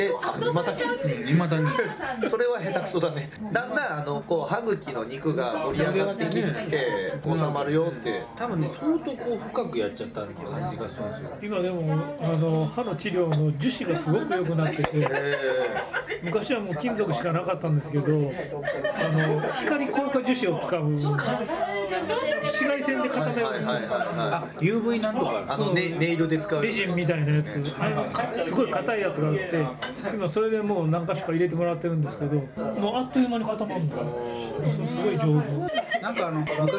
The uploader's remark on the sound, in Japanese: バルで収録したため結構ガヤガヤしてます。